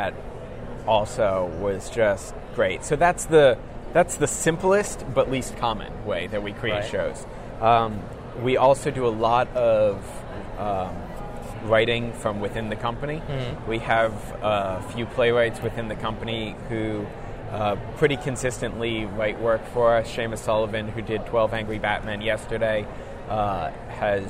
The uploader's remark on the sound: we are live at Awesome Con 2017